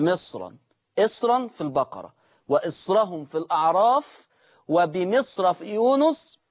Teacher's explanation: هوصل بالتفخيم طبعا، مفيش ترقيق، امتنع الترقيق عند ورش